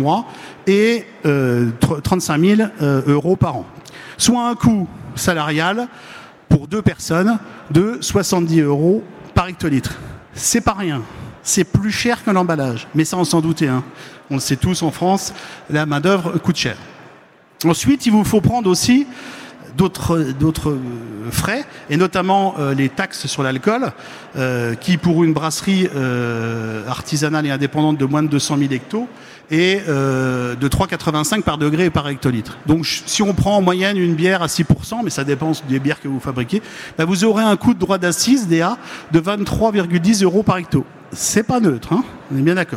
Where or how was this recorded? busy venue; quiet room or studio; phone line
busy venue